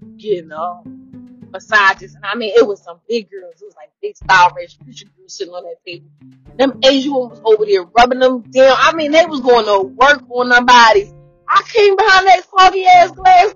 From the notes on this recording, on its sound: please excuse my audio I sound like a rapper in jail recording his album.